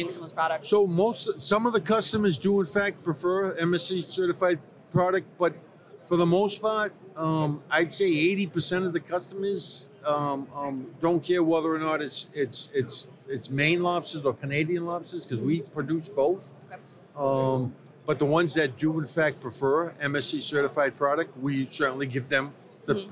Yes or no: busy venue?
yes